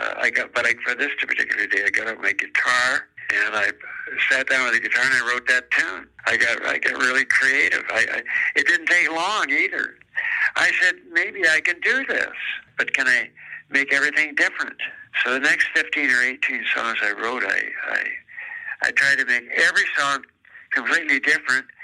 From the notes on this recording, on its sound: over the phone